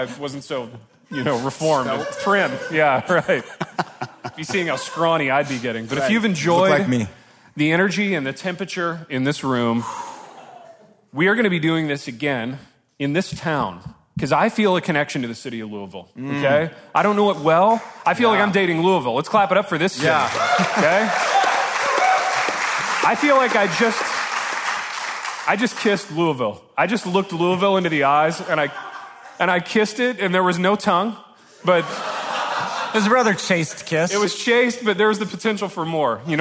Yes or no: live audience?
yes